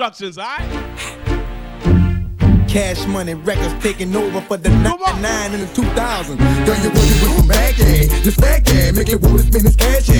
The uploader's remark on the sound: THIS IS A LIVE AUDIO FROM A PRIVATE BIRTHDAY BRUNCH IN THE POCONOS. PERFORMED VIRTUALLY AT THIS BRUNCH.